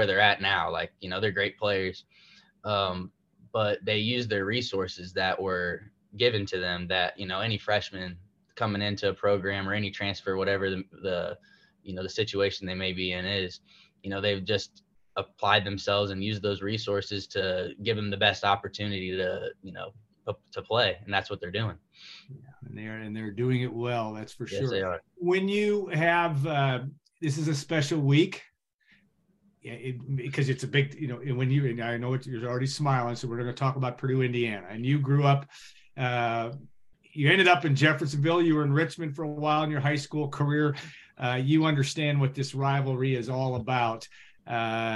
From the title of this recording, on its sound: Birthday Zoom